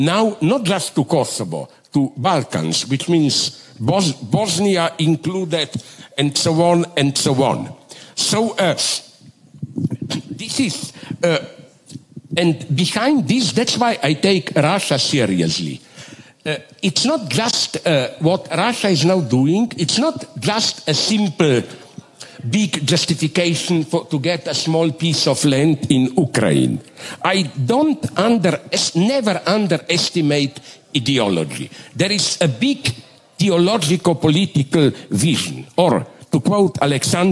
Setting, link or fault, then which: setting, live audience